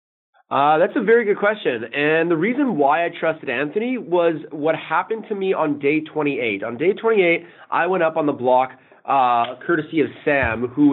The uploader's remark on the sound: Phone Interview